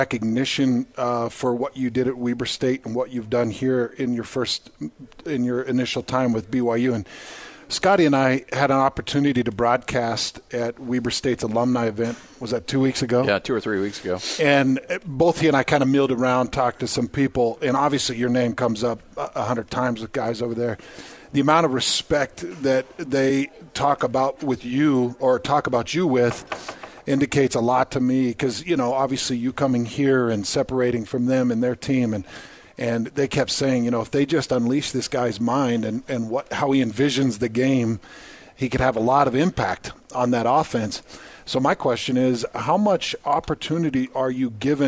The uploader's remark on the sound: live from BYU Football Media Day